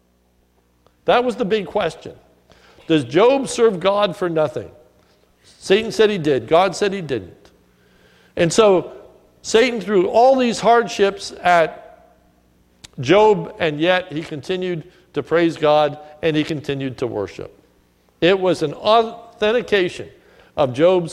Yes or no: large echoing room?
yes